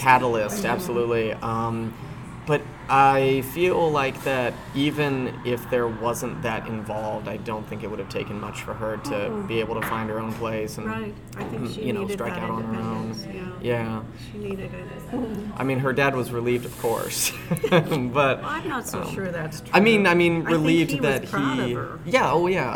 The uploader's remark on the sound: Apologies for the loud background noise.